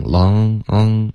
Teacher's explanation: N 没有听到你顶舌尖，你用的是一个后鼻音